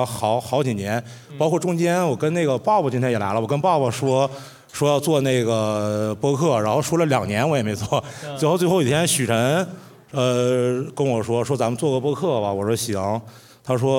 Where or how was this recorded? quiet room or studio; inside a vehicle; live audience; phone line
live audience